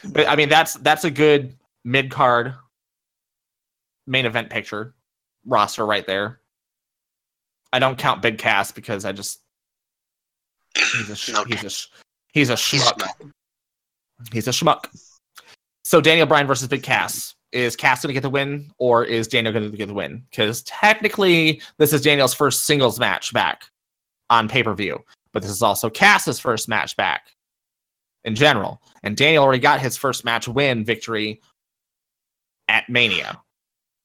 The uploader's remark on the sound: Comcast decided that the exact time we were recording, they would have issues… Not before, Not after… DURING! The quality was just not there. We lost over 45 minutes worth of recording, so if it jumps from place to place.